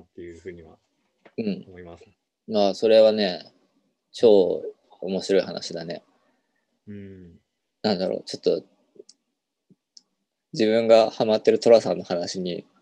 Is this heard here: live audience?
no